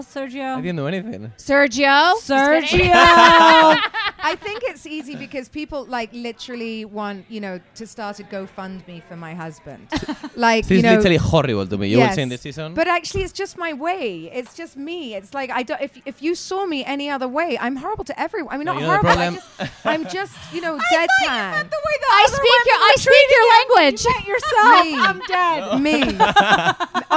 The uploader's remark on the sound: Live from BravoCon